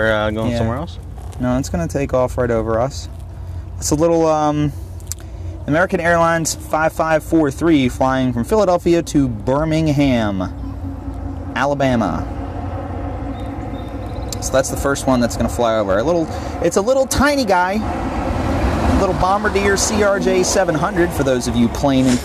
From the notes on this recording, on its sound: We are on location at the end of the runway at the Philadelphia international airport.